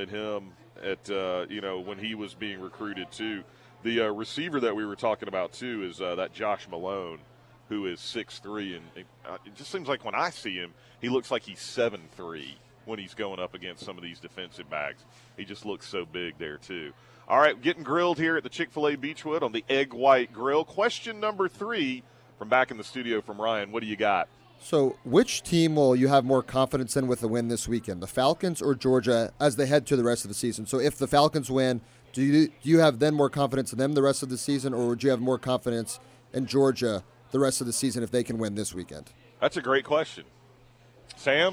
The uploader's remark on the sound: broadcast live at the Chick-fil-A in Beechwood